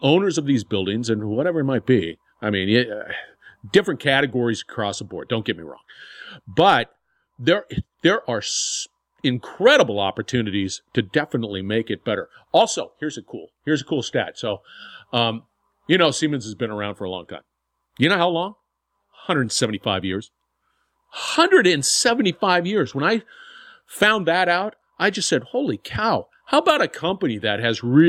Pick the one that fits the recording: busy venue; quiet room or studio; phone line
quiet room or studio